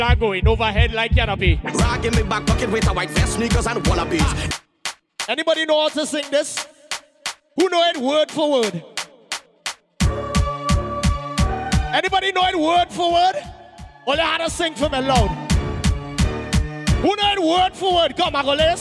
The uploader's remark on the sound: LIVE AUDIO RUDY BBQ 2023